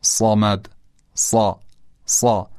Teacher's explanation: حالا برای آموزش حرف صاد مقایسش میکنیم با سین. حرف صاد با سین تفاوتی نداره جز در درشت‌تر بودن صاد نسبت به سین. اگر سین رو تلفظ کنیم و این رو یه مقدار غلیظش بکنیم صاد به دست میاد و همین راحتی.